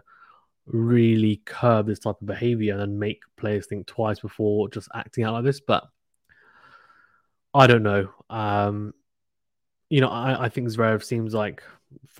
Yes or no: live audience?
no